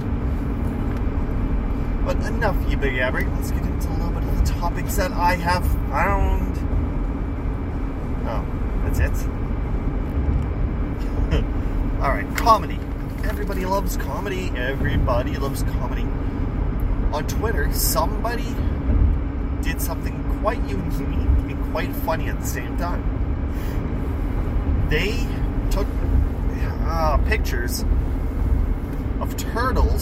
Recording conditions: background noise